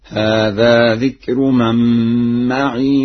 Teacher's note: قرأها ورش بإسكان الياء هكذا: هذا ذكر من معي وذكر من قبلي.